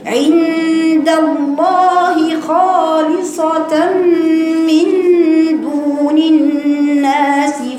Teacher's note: استعلاء في الخاء واستعلاء في الصاد بالإضافة كمان لصوت صفة قوية تانية ليه إطباق